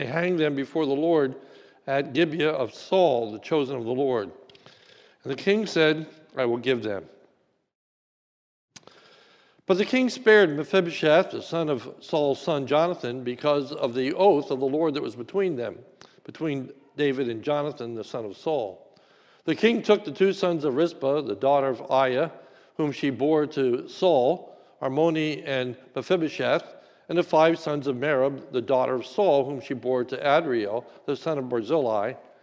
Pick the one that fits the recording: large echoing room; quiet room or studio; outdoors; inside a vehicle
large echoing room